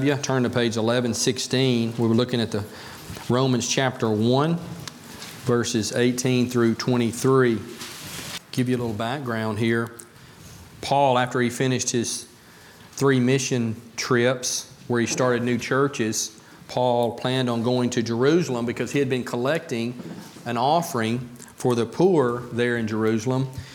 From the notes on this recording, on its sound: A message about being thankful from the Pulpit of Beaver Baptist Church in Brighton, Tn.